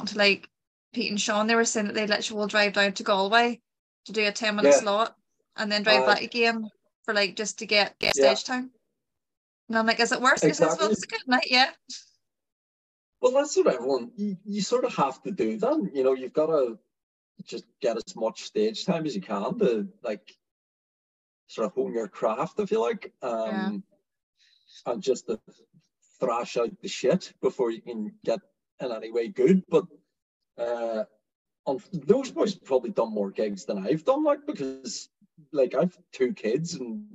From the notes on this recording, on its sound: Zoom was also being a class A root so apologies for any over-talking/awkward silences